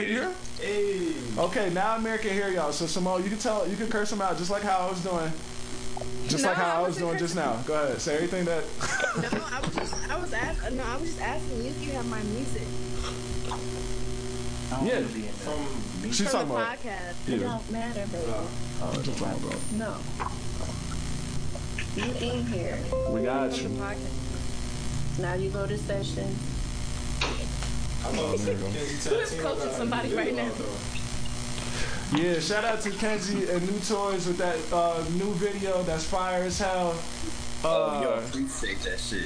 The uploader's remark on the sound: We wanted everyone to experience this event so we decided to record it as a podcast!